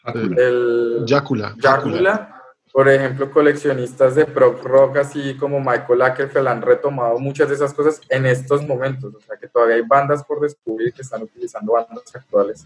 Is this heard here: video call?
yes